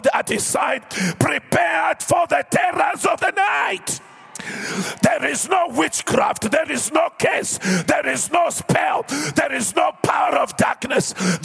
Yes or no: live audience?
yes